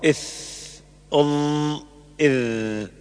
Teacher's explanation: ظهر طرف اللسان وأطراف الثنايا العليا، ويخرج منه الثاء والذال والظاء · Term: الأحرف اللثوية